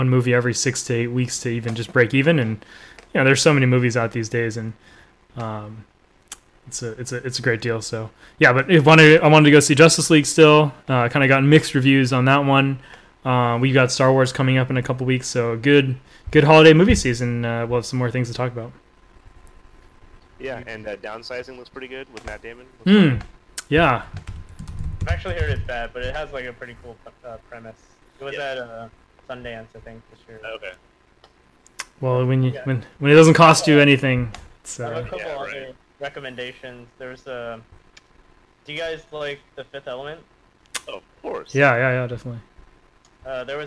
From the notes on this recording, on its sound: Apologies for the audio levels.